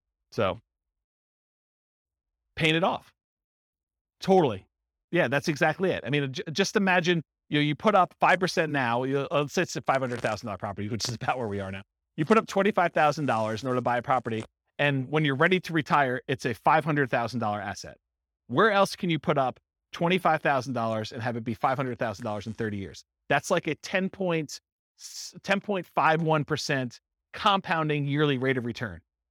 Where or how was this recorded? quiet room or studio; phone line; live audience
live audience